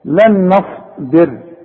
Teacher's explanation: نون ساكنه وبعدها نون ادغام واخد بالك ادغام بغنه